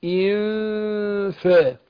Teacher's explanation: الفاء بتخرج من بطن الشفة السفلى مع اطراف الثنايا العليا